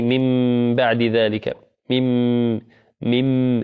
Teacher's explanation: هي تكتب من بعد ولكن سمعنا ميما · Term: الإقلاب